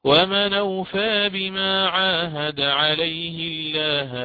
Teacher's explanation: الإمام حفص يقرأ ومن أوفى بما عاهد عليه الله بضم هاء الكناية، وعندما يأتي بضم هاء الكناية لزم من ذلك تغليظ اللام من لفظ الجلالة. أما الإمام ورش فيأتي بكسر هاء الكناية ويلزم من ذلك ترقيق اللام من لفظ الجلالة